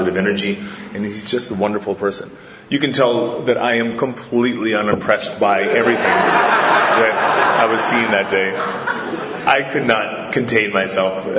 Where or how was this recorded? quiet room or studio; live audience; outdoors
live audience